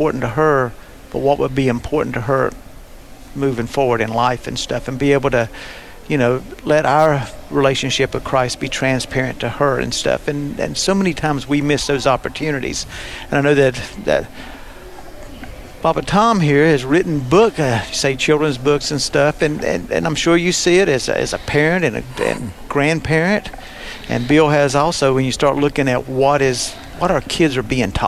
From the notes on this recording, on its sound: Today's episode was recorded live from the Man Up Conference. In Fort Mill South Carolina.